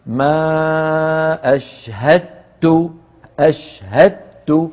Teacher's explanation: ولم يبقى للدال أثر في النطق